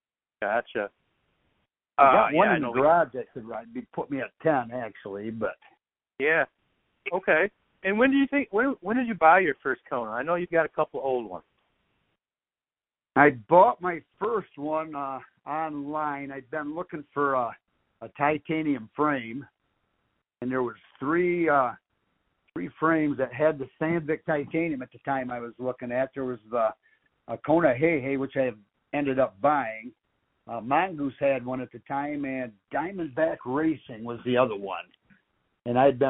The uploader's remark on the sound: A phone conversation.